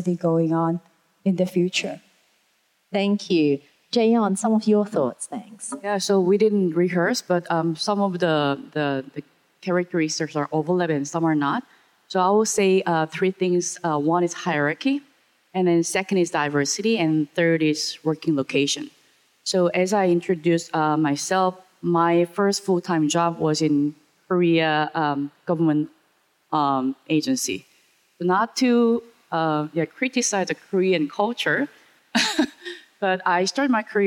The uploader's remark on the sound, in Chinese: 四位「偶像」太愛也太會聊天導致氣氛太熱絡，我們不知道怎麼才能把現場的笑聲剪掉！